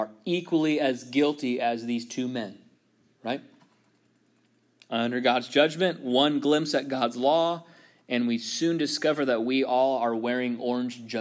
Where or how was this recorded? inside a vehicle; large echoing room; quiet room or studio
large echoing room